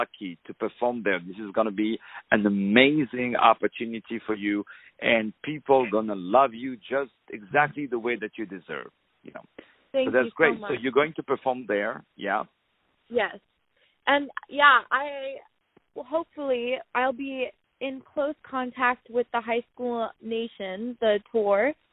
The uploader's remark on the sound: On the phone.